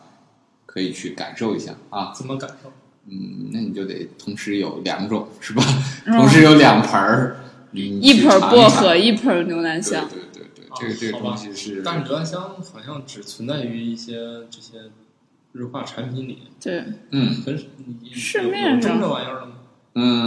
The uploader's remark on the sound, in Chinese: 本期节目为新设备第一次录制，回音感较强，还请原谅。